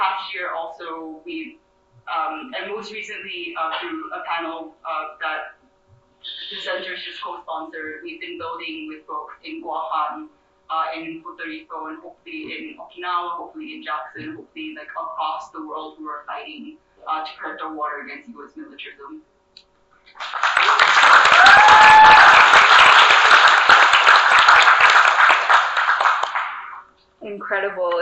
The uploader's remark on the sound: session recorded at Socialism 2022